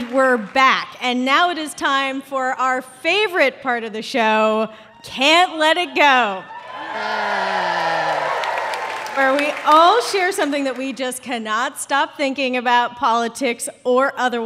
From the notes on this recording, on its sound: This is a special episode, recorded in front of a live audience at the Warner Theater in Washington, DC.